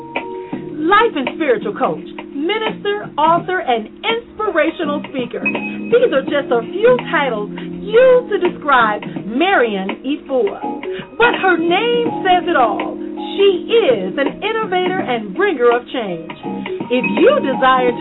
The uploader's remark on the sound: Via phone and Skype.